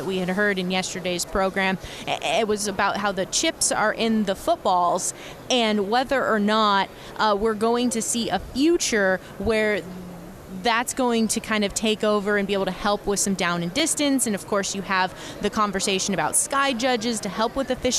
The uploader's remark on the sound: Extra Point live from Super Bowl Radio Row on 2/9/2023.